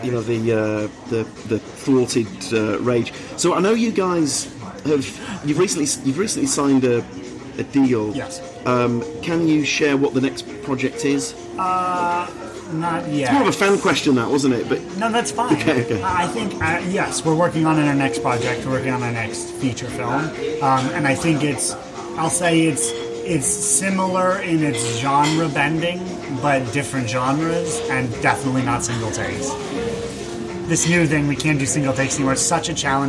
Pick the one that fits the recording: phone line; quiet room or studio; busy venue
busy venue